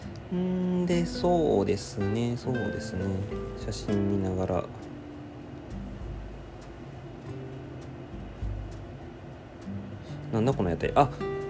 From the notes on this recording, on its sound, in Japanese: 年越しそばを作りながらの収録なので、物音が多いです